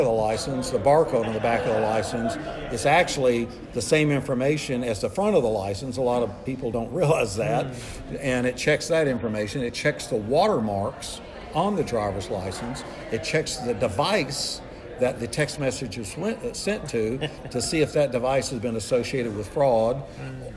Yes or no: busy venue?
yes